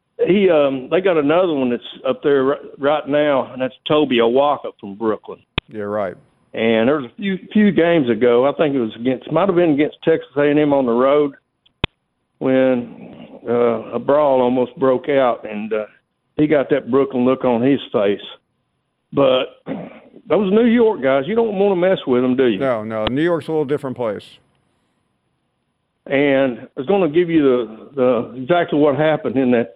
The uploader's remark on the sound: Of course more of your phone calls.